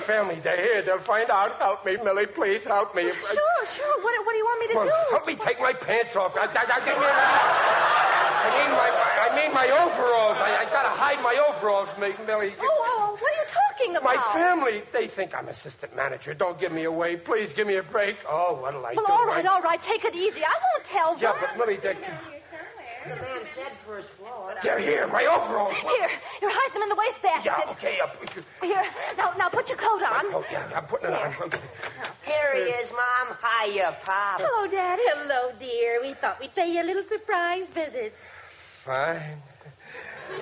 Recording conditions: live audience